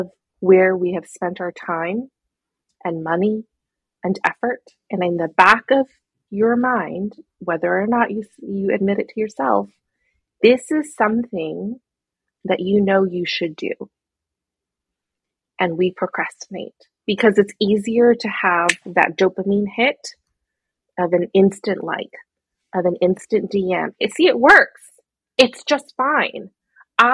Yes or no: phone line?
no